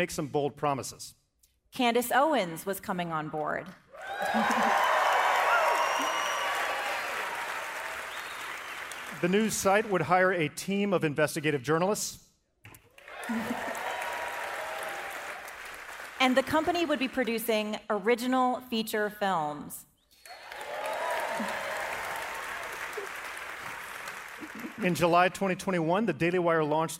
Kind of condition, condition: setting, live audience